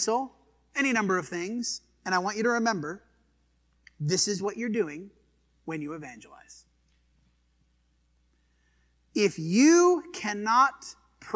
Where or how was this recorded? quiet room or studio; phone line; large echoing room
large echoing room